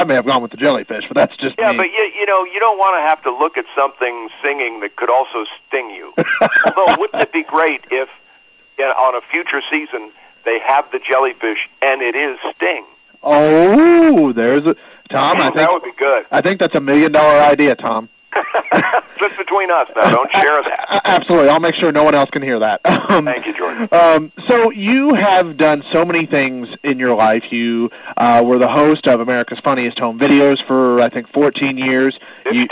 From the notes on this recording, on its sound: phone interview